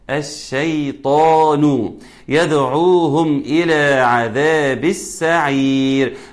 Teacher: وأيضا الشين مرققة خالص وفيها تفشي